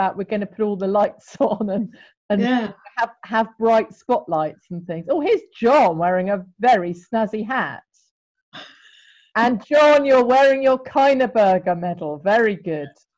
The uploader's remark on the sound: a virtual tea party over Zoom